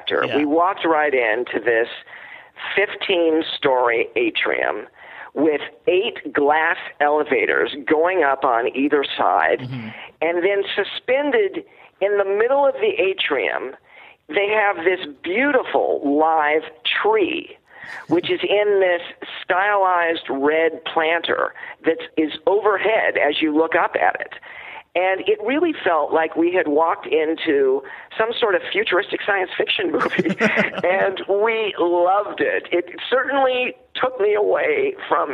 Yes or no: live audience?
no